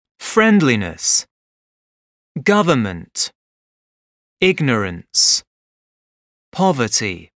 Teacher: Stress on first syllable.